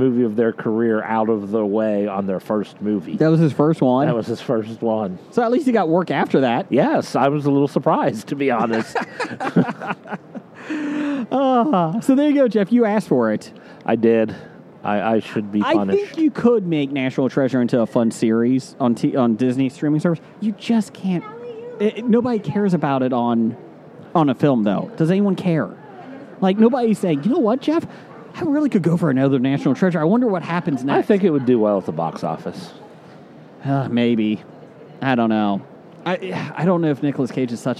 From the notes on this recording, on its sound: recording from their swanky booth on day one of the Cincinnati Comic Expo!